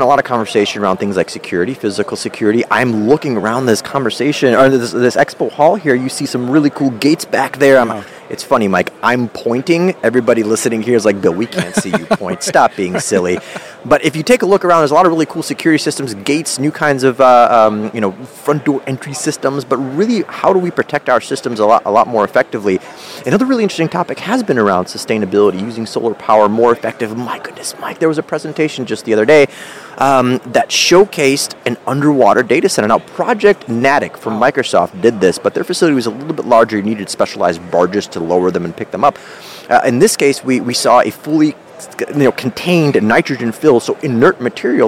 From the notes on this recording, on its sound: Recorded live from Data Center World in Austin, Texas.